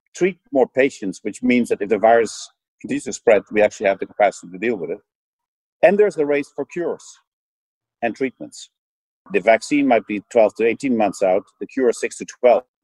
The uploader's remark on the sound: Spoke via video conference in mid-April. This is an edited version of their conversation.